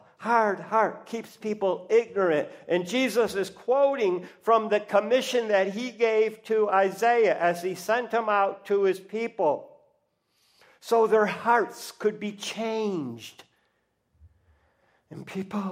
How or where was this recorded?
large echoing room